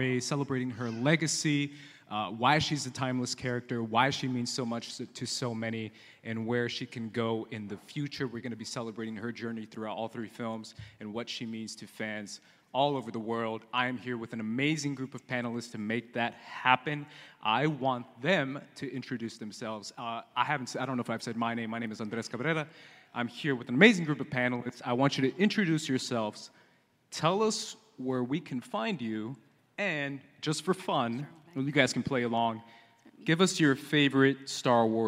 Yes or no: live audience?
yes